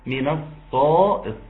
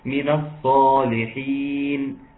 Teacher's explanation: من الصاد الصفير بتاعها مع التفخيم بتاعها